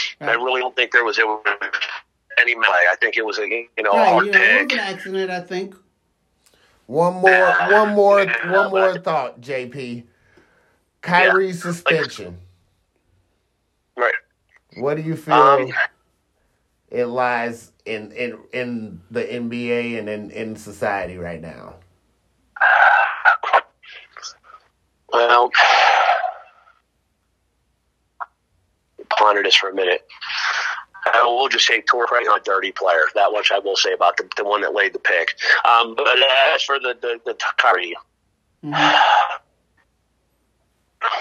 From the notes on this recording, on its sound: Sorry for the Audio. Call was long distance.